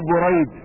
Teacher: لكن اسمه بريد بضم أوله وفتح الراء مصغر